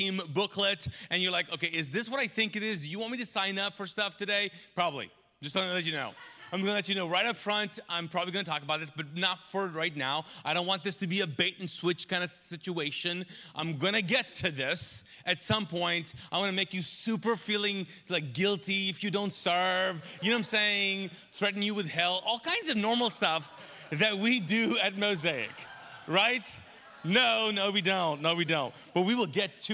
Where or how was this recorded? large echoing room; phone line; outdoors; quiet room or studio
large echoing room